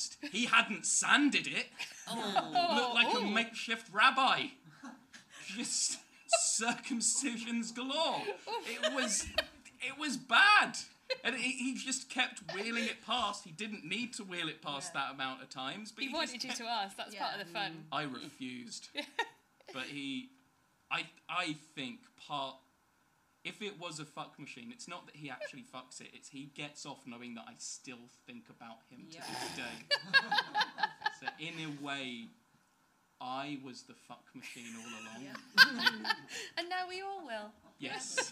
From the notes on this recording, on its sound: Live At Above The Stag. A chaotic live extravaganza direct from the big, camp Above The Stag cabaret room.